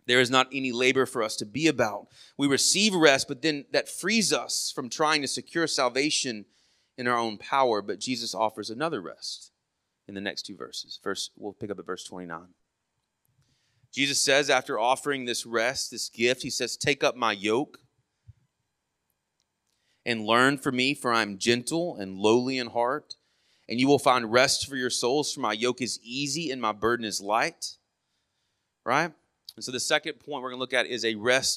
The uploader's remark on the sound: Sermon audio from our morning service